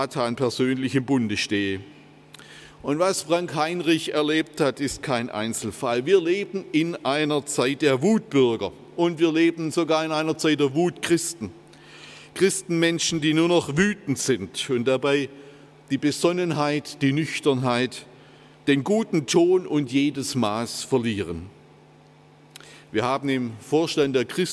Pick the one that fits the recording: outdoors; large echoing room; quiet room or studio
large echoing room